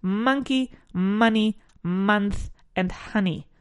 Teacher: Aunque sea una O escrito, pues nos da igual. La pronunciamos como una A.